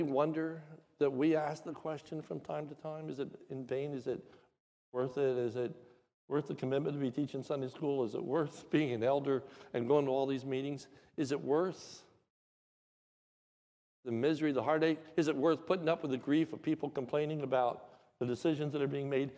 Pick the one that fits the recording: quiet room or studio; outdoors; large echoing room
large echoing room